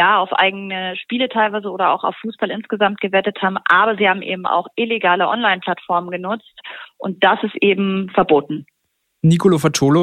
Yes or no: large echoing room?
no